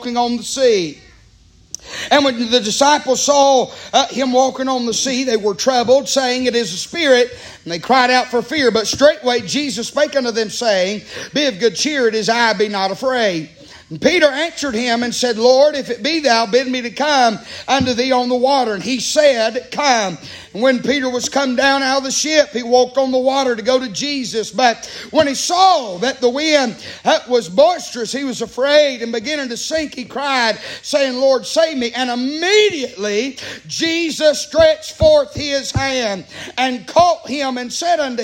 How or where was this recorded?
large echoing room